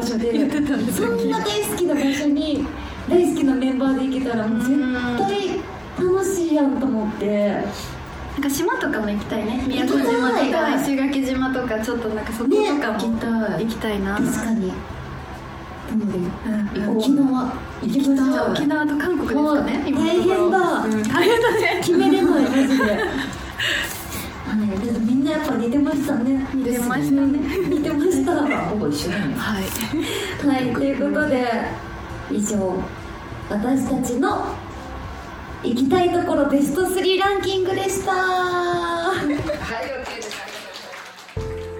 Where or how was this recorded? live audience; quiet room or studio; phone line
live audience